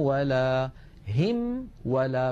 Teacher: الميم بانطباق الشفتين والواو بانضمامهما من غير انطباق مع بقاء فرجة إلى الأمام · Term: بيان هذه الميم